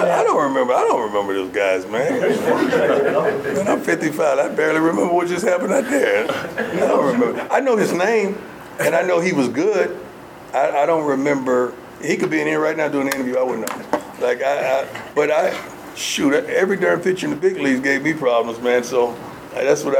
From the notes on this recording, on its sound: Colorado Buffaloes mid-spring ball press conference. Fielded questions from the media in a press conference setting.